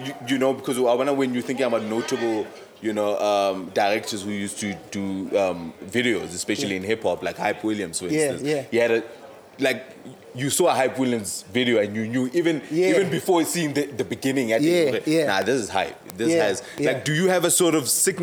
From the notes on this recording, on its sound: TheDojo Podcast headed down to Ficksburg for The Cherry Film Festival, in between all screenings, panel discussions and workshops we got to Podding